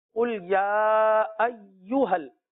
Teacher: حرکات کو نہیں کھینچتے، جیسے قل یا ایوہل، اب یہاں پر پیش ہے نا ایوہل، اس کو بغیر کھینچے پڑیں گے